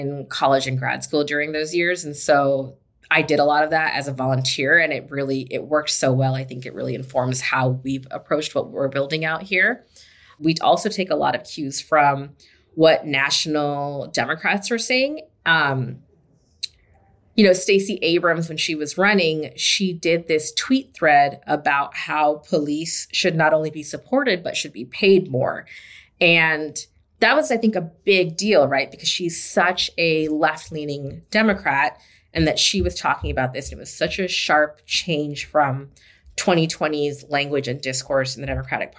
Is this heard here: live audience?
no